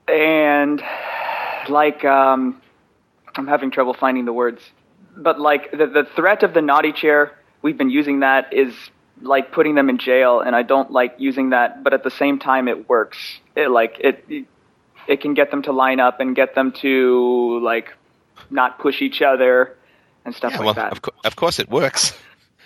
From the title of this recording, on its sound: Wednesday Call In Show